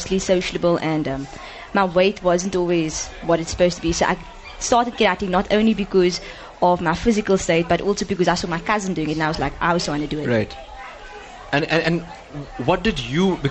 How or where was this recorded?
busy venue